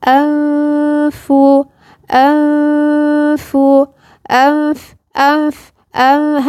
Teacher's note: فلازم اروح عند بطن الشفة وضع سناني وادفع الصوت على بطن الشفة حتى تصير الغنة مشربة بصوت الفاء، ونحتاج يعني نخلي بالنا لما يكون الحرف ضعيف يبد من العناية والدفع جيدا، حتى لا هذا الضعف للمخرج يخلي الغنة تهرب مني وما تروحش عند الحرف الايه الصحيح.